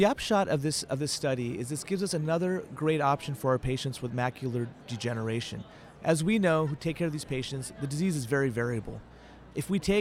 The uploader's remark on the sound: From AAO Retina Subspecialty Day. Live from the BMC booth.